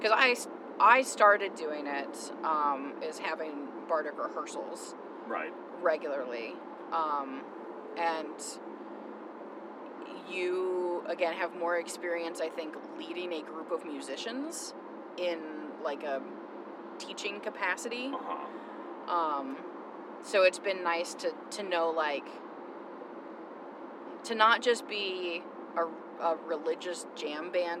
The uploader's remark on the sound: Travel out to Harvest Nights and bring you along in the car with them.